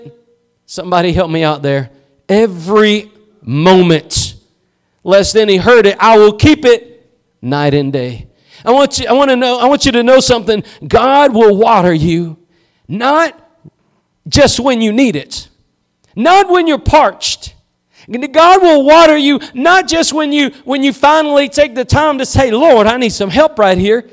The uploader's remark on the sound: Preached at Gospel Lighthouse in Bossier City, La.